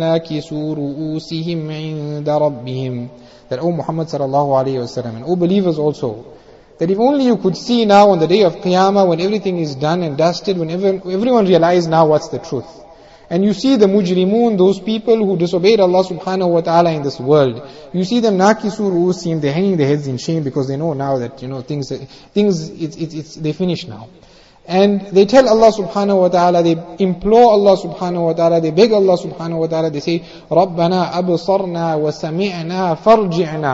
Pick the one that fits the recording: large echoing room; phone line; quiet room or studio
large echoing room